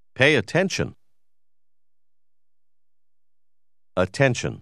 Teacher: La doppia T suonerà come se ce ne fosse solo una.